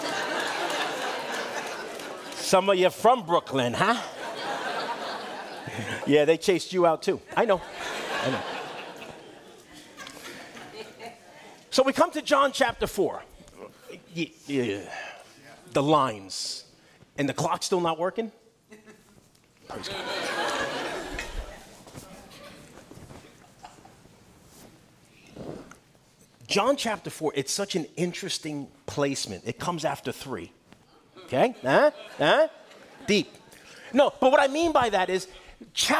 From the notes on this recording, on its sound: Guest teacher speaking at Calvary Chapel Clayton, NC on June 11, 2023.